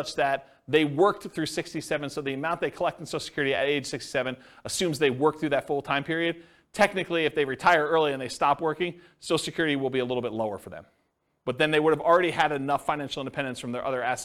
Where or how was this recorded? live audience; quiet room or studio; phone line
live audience